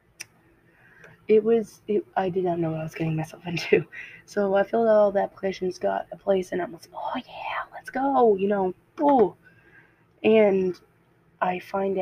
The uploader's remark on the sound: I'm so sorry this didn't turn out good I've been looking for a better mic so yall can hear me better